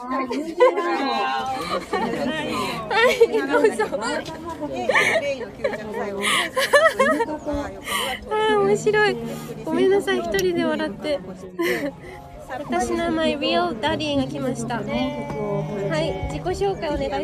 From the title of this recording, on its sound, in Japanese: 初マルシェ出店debut秦野カルチャーパークより実況中継